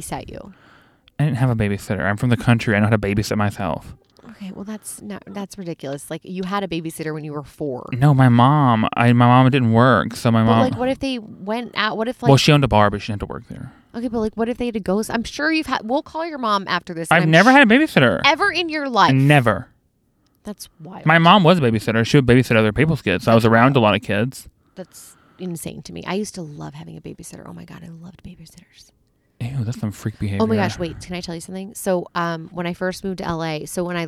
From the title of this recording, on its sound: It's Nice To Sit In Your Car and Record A Podcast Where Everything Goes Wrong